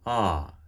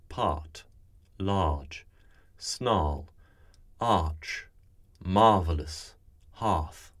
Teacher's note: Now this is a diphthong in North American speech. In RP, it's the pure vowel ah. We place a little colon-like symbol after it to show that it's very long, ah.